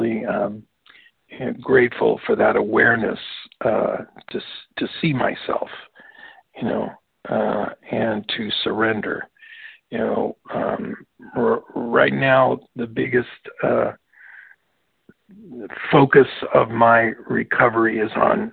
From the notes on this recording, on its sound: from the 100 Pounders Phone Meeting, 12/9/23.